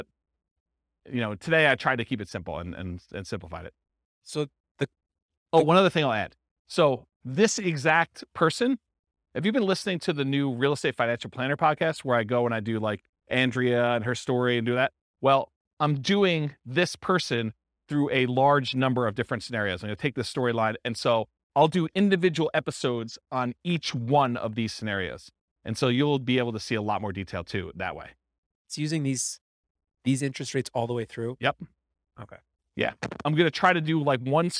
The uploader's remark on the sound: This was a live class recorded